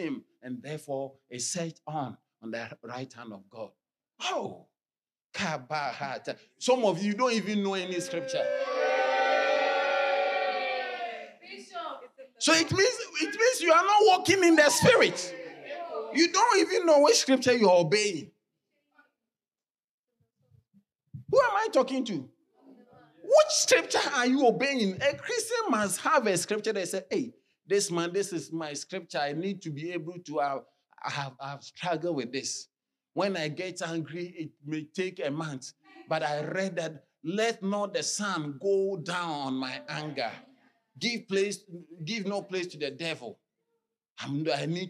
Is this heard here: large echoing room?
yes